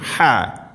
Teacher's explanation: ഹ തൊണ്ടയുടെ മധ്യഭാഗമാണ് മഖ്റജ്